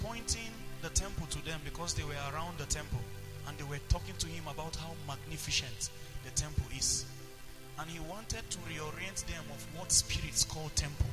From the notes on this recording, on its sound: preached at the Potter's Treasure Church, Kaduna.